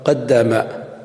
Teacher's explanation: قد مختوم بدال ساكنة، وداما مبدوء بدال متحركة، فإذا وصلت وجب بينهما الإدغام